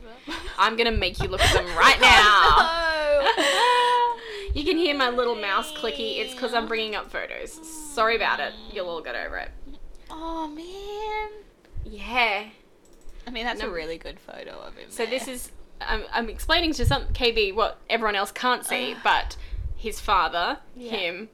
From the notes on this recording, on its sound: Refreshed and relaxed with brand new equipment!! Yes there is a weird word sound, no we don't know what is causing it.